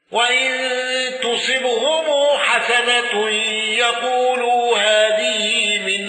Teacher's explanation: خلف عن حمزة ترك الغنة واندرج معه الضرير